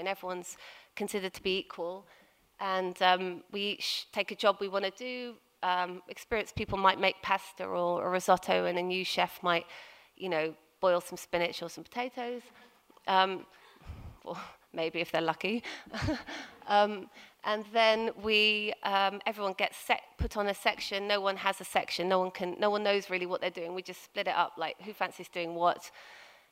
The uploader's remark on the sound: Recorded at 5x15 in November 2017. There are only two rules - no scripts and only 15 minutes each.